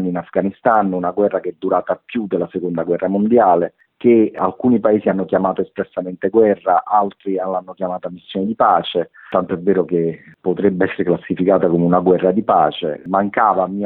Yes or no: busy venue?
no